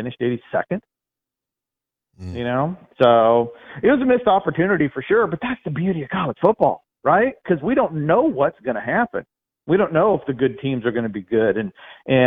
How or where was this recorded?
phone line